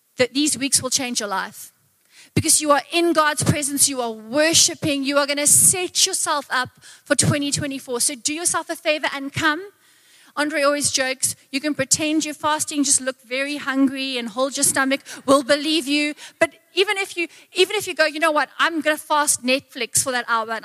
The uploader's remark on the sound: Recorded live on Sunday the 21st of January 2024